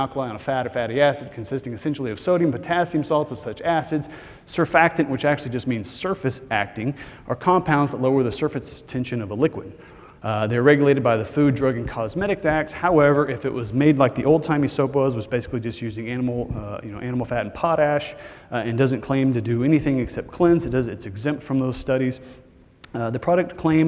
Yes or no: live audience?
yes